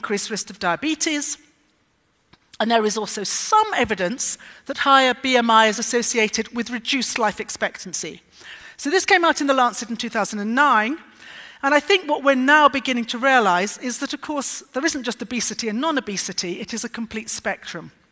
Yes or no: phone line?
no